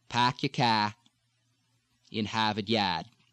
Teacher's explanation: It's not just ah, park, park, with the dropping of the R, but with that sound harsh against the velum. · Term: Bostonian R drop